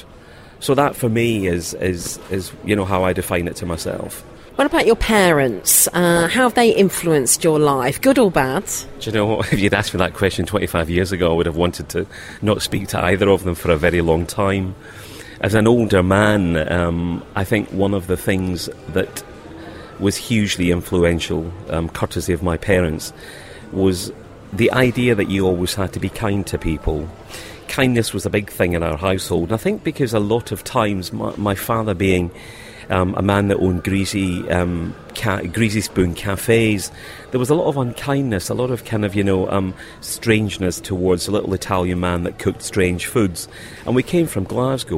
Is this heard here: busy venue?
yes